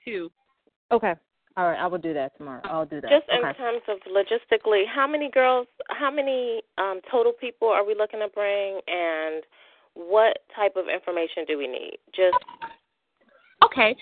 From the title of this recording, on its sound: GEMS Operations Committee Teleconference